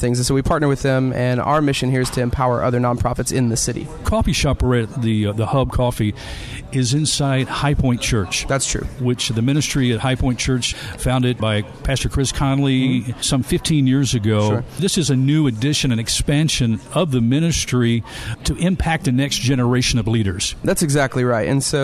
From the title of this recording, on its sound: Live from the HUB Coffeehouse